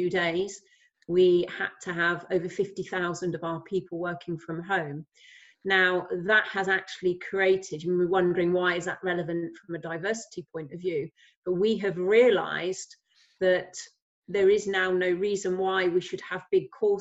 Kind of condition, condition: link, video call